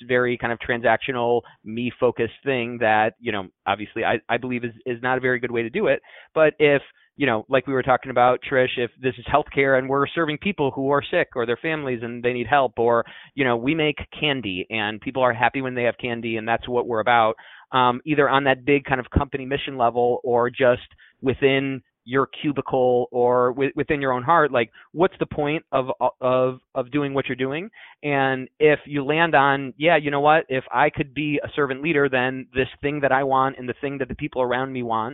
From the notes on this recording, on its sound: Over the phone.